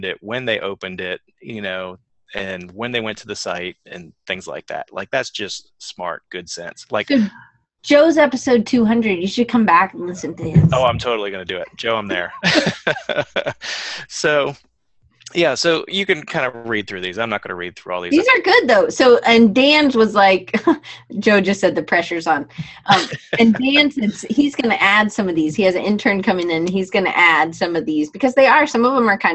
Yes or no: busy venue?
no